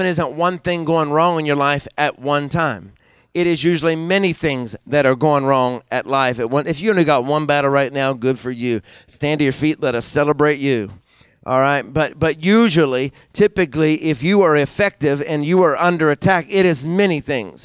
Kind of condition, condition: setting, large echoing room